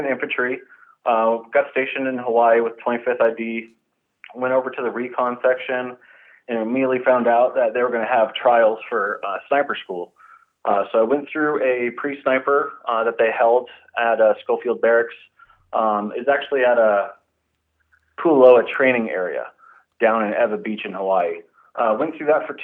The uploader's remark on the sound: on the phone